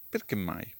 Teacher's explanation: si pronuncia come se fosse tutta una parola con due M